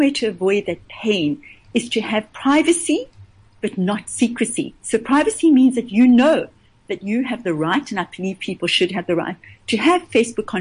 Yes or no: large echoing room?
no